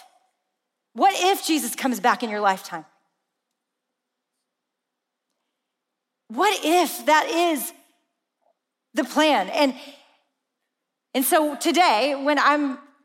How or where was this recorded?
live audience